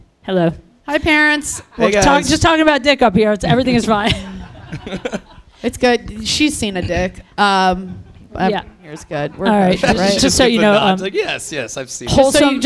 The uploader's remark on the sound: LIVE IN CLEVELAND